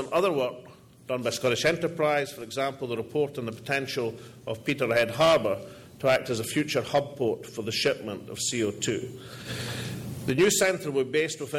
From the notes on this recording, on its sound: All Energy 2012 Conference address